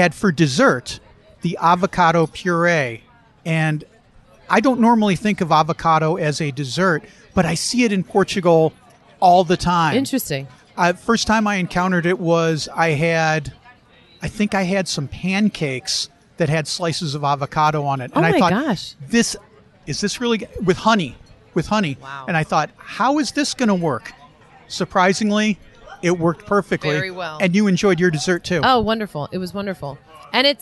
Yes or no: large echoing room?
no